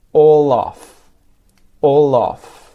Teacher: So I'm actually saying a vowel sound, or, and then I'm joining that L to the front of the word off